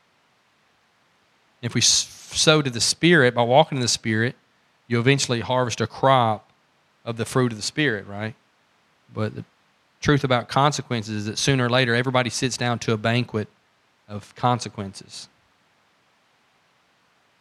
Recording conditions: large echoing room